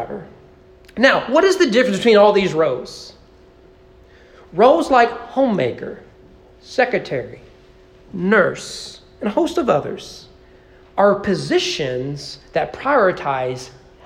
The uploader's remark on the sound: Sermon preached at East Frankfort Baptist Church on May 14, 2023 (Mother's Day) during morning worship.